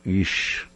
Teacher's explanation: otra cosa es decir ich, en alemán, que ese ich sale de la garganta